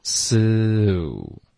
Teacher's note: 这个 su 的滑动呢，这个嘴唇慢慢撅